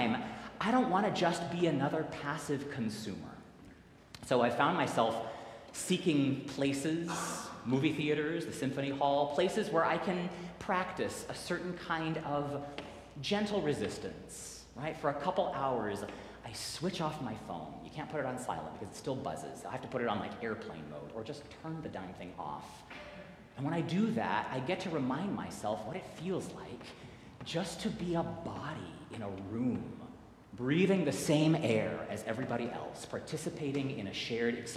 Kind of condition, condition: setting, large echoing room